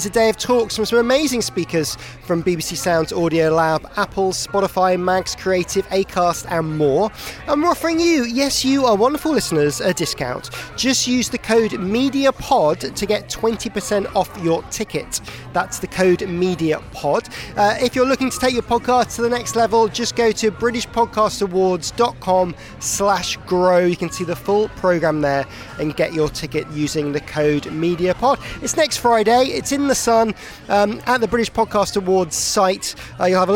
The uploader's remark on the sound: A special LIVE edition recorded from the rooftop of The Broadcaster at the Television Centre.